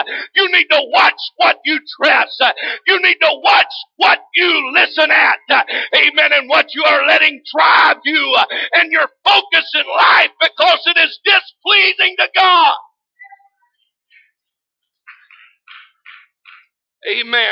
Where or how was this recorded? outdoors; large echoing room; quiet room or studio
large echoing room